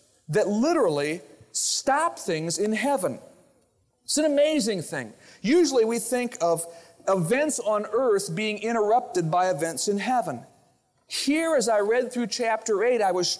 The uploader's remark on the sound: Originally recorded on April 30, 2000, at Fellowship Missionary Church, Fort Wayne, IN.